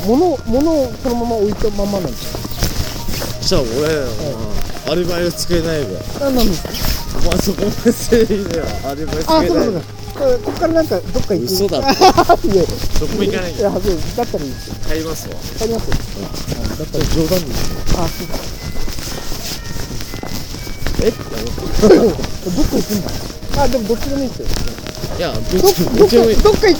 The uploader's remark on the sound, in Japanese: スナック収録。遠別の愉快なセンパイたちとの爆笑トークを隠し録り。